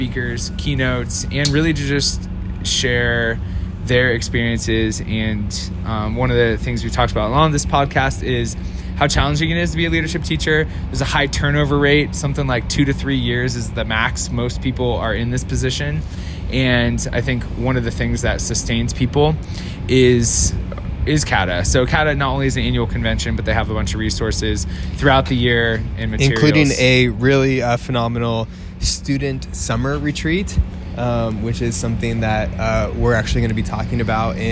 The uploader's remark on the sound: We will be doing daily episodes from the CADA conference in Reno.